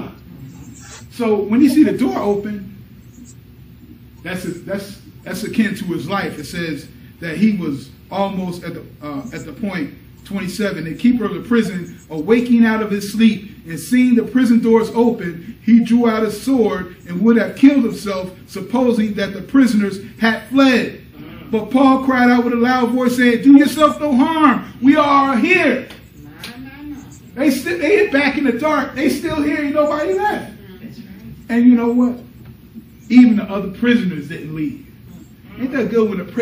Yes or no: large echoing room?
yes